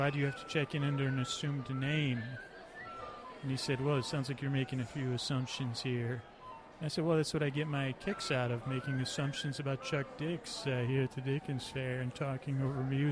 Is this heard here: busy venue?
yes